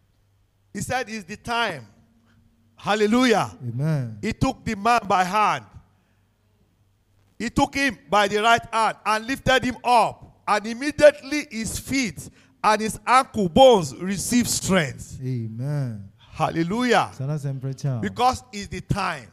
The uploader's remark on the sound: This sermon was Preached Live